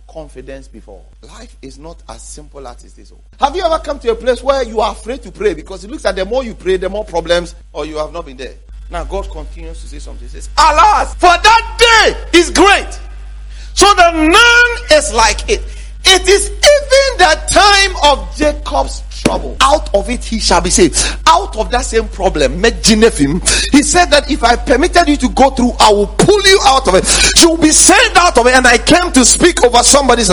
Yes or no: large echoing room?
yes